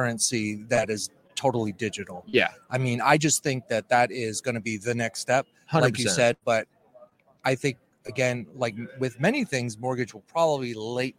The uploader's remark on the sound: We're coming to you LIVE from the MBA Annual event in San Diego!